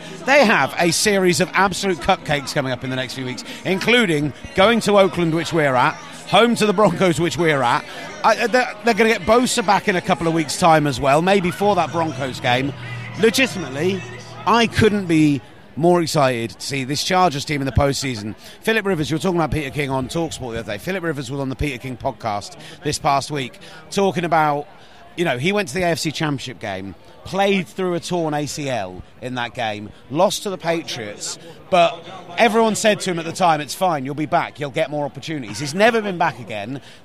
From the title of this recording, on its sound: Live from Stanford Stadium